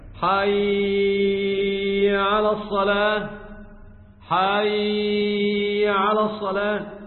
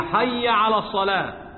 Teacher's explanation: هنا نقول بالنسبة لحي بيقع كثير من المؤذنين في الغنة المشددة المطولة، مع أن آلة يقول إيه الغنة حركتين ومفيش هنا غنة، والمؤذن يغن ست حركات حي على الصلاة حي على الصلاة، إيه الغنة دي؟ مفيش غنة أصلا، لا حركتين ولا أربعة ولا ست · Shown in: second take